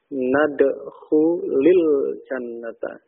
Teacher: Tetapi karena sesudahnya alif lam, alif tidak dibaca, langsung ke lamnya sukun, ya, supaya tidak bertemu dua sukun dalam pengucapan, maka sukun yang pertama di kasrah